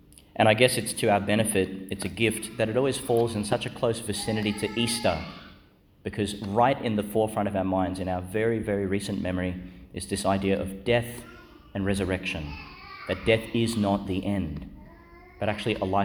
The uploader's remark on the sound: Homily for ANZAC Mass, delivered at Our Lady Star of the Sea, Gladstone, Qld.